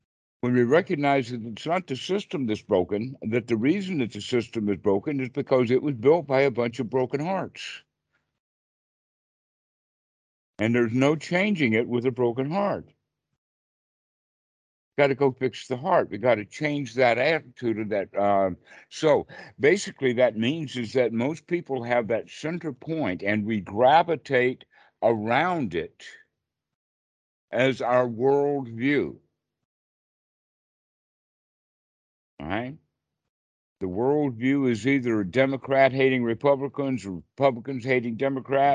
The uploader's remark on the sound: skype calls on this channel